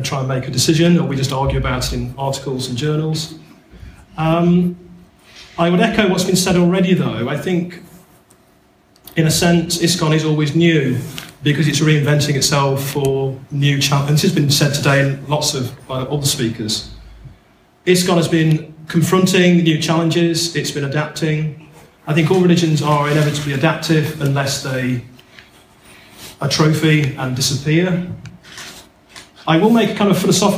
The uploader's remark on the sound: This podcast is a roundtable discussion at the ISKCON 50 conference at Bath Spa University, 2016.